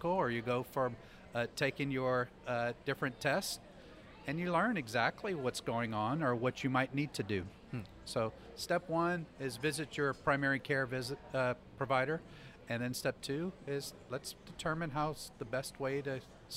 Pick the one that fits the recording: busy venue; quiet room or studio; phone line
busy venue